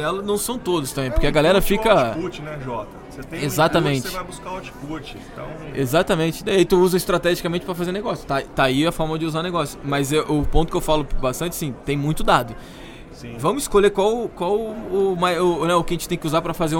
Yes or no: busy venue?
yes